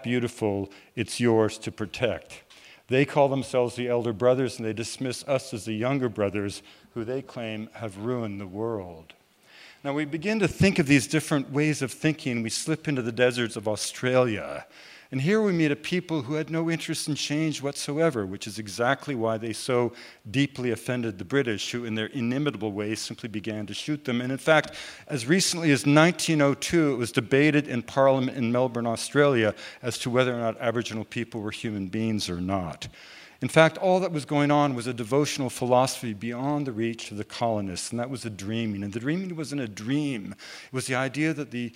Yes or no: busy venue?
yes